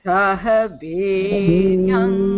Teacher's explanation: the yang goes up